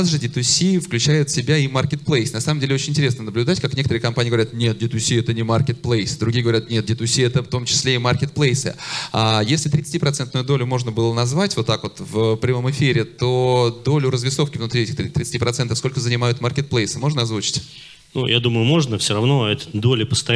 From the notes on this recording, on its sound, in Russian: Перед вами запись с конференции D2C Day.